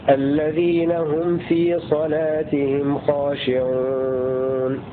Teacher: أقرأ الآية لقالون بسكون الميم